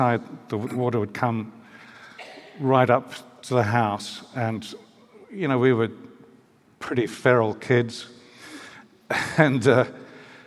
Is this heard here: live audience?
yes